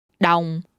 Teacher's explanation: Đồng is said in the gradually falling tone.